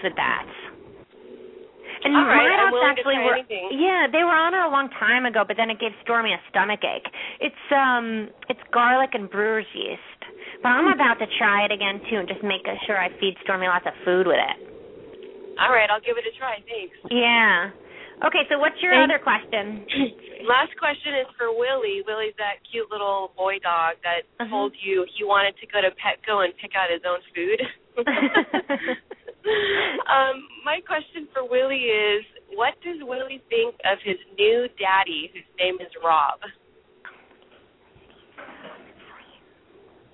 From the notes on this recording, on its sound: open up the lines for listeners to call